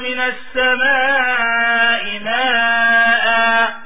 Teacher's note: فنريد أن نقف على لفظ ماء فنقول أنزل من السماء ماء فماذا فعلنا بالتنوين أبدلناه بألف مقدار حركتين